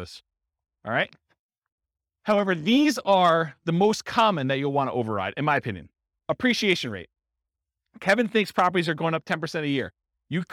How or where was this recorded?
live audience